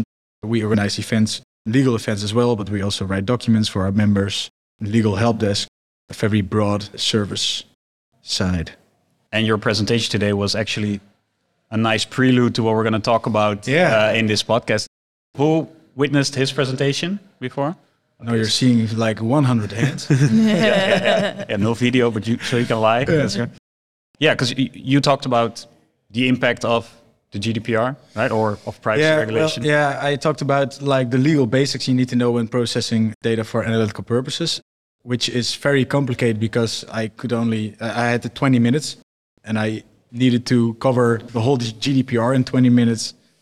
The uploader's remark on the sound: This episode was recorded live at the Digital Analytics Summit on the 13th of October in Amsterdam.